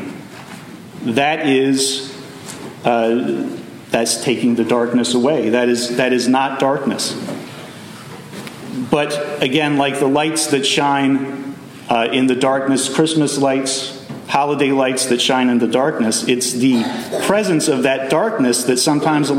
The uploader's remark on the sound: Message delivered Sunday, December 3, 2023 at Mt Carmel Primitive Baptist Church, Bel Air